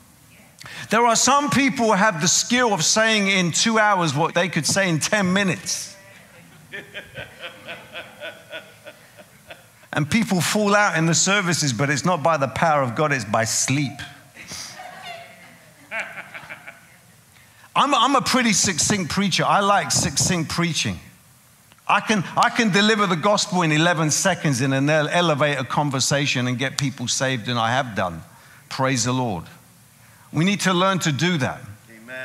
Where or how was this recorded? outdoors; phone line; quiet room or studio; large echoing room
large echoing room